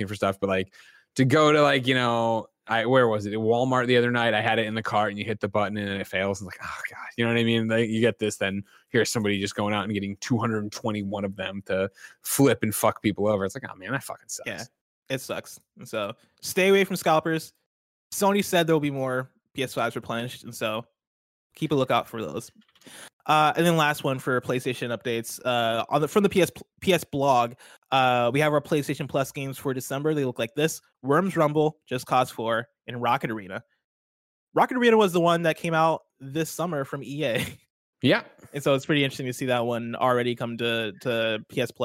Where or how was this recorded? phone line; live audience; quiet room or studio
quiet room or studio